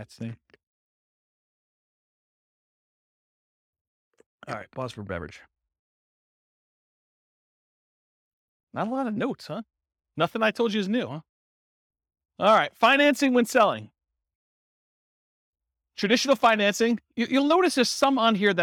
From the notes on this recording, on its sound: This was a live class recorded